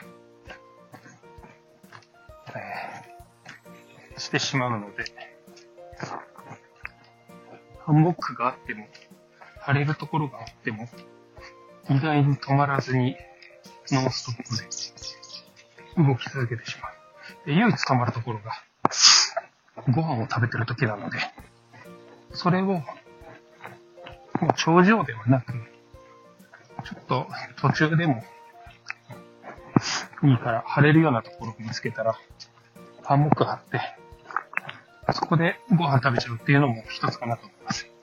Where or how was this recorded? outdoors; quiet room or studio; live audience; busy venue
outdoors